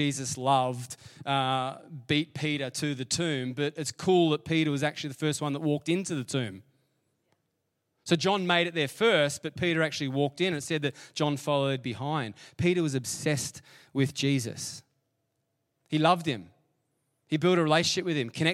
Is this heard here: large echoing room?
yes